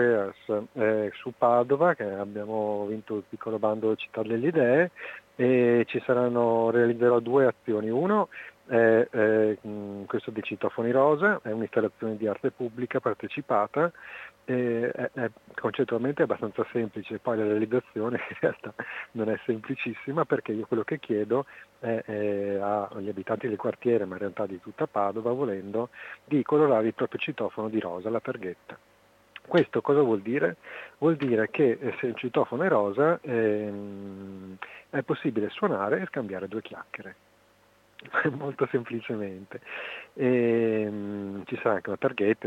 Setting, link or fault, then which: link, phone line